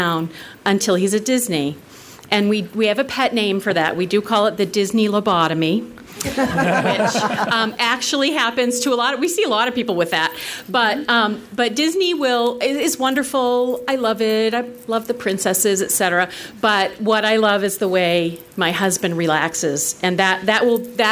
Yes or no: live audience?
yes